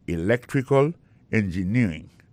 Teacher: Engineering, ça, l'accent tombé le même sur avant dernière syllabe là.